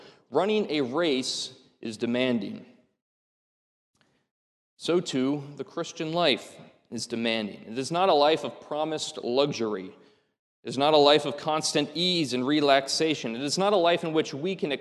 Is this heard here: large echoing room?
yes